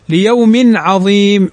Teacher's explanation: تنوين بعده العين، والعين من حروف الإظهار في التنوين